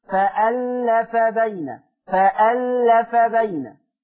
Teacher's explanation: ما تعلقي لسانك على حرف اللام، اقرعي لسانك بحرف اللام سريعا